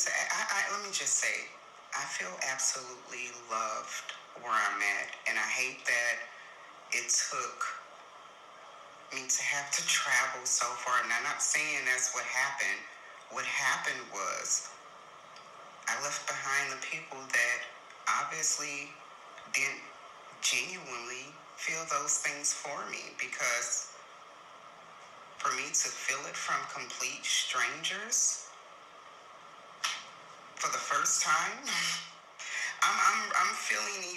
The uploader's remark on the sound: Please forgive any background noise.